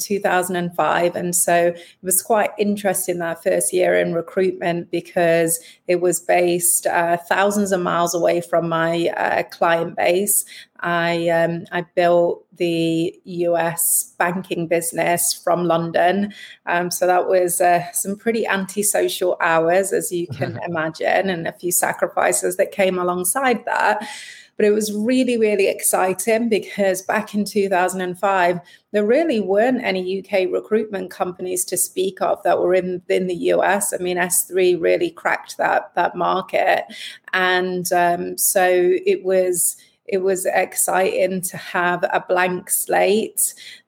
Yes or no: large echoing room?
no